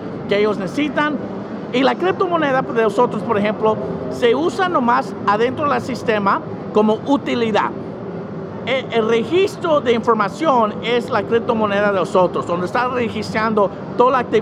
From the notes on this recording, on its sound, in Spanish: en vivo desde talendland 2019